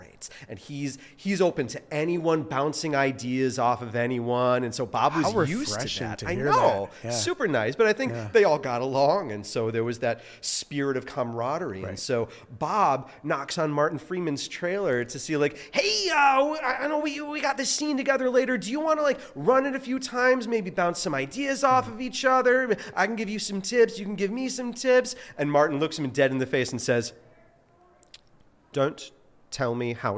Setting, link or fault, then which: setting, busy venue